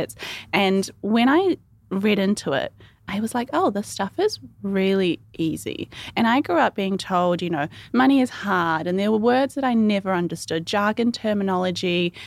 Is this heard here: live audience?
no